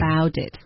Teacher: 那 do about 的这个特的音连到 it，这个特的音就会浊化